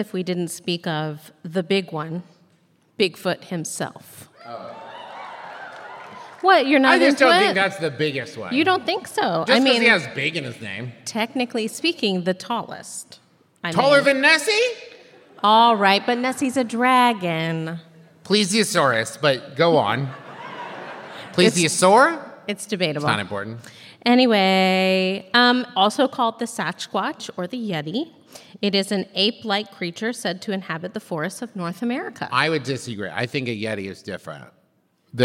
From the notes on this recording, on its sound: This week’s episode is the LIVE show from Cincinnati, OH!